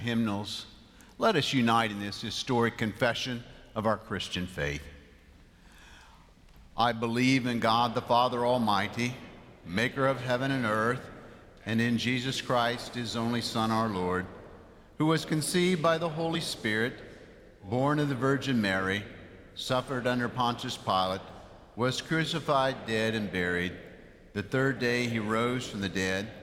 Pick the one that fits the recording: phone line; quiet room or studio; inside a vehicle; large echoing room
large echoing room